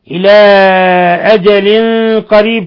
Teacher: تنوين كسر جاء بعده القاف إخفاء حقيقي